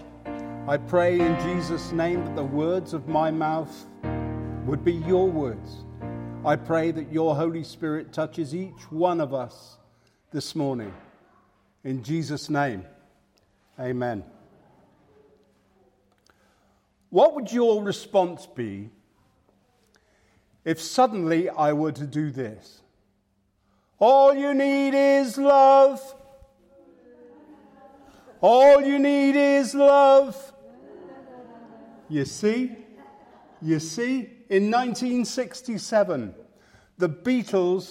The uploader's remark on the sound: Live Word from St Matthews